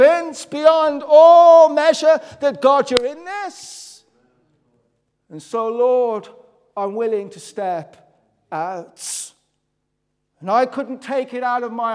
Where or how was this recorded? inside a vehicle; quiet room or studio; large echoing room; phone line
large echoing room